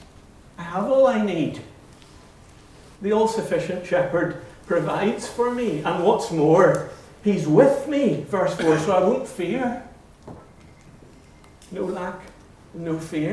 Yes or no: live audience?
yes